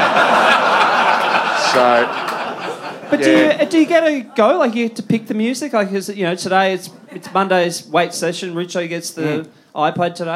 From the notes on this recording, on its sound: September Live Show. From Wayne Jackson Studios.